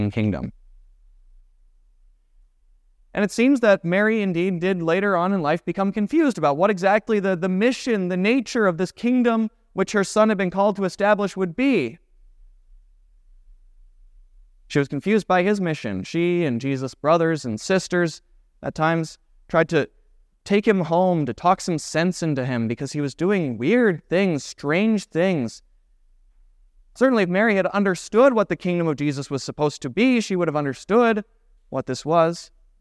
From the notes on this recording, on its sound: was preached at Grace of God Lutheran Church on December 19, 2023